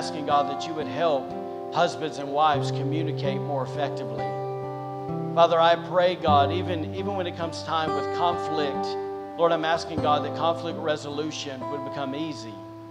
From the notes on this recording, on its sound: Recorded on Sunday, July 17th, 2022, during service at The Anchor Church in Rockport, Maine.